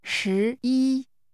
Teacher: Say again, 11, using rising and high-level tones.